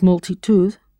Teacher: So if multitude is multitud, with that soft D sound that's almost a TH in Spanish